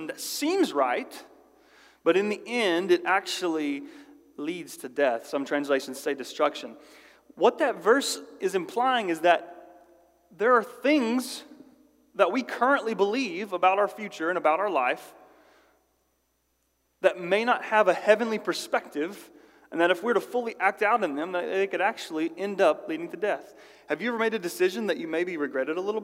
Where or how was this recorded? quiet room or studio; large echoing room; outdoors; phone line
large echoing room